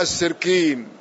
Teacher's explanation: وبعضهم استخدم القاف الفارسية لأن في لغة فارس لا عندهم، ليس عندهم قاف لكن ينطقون كاف فسموها السركين